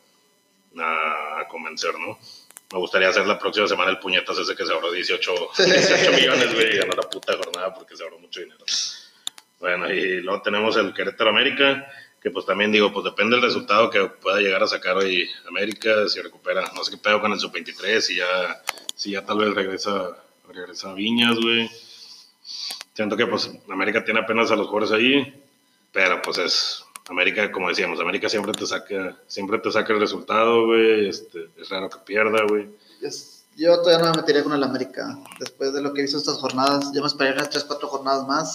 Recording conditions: poor sound quality